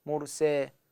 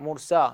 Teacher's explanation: طبعا مرساها ما أميلها، ما أقول مرساها مرسي، لا مرسا بالألف اللي هي محققة · Shown in: second take